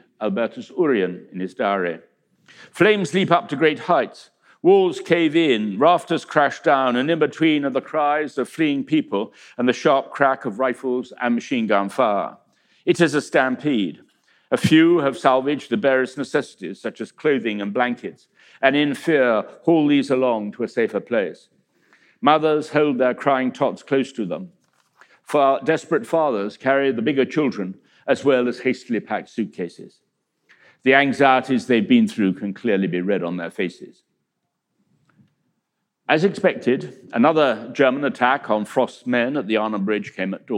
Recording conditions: live audience